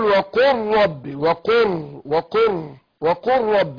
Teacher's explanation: أدغمنا اللام في الراء فخمنا الراء عشان مشددة مفتوحة